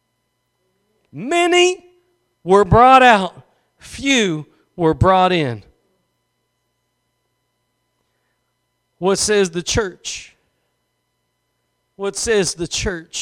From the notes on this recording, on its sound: Preached at Gospel Lighthouse in Bossier City, La.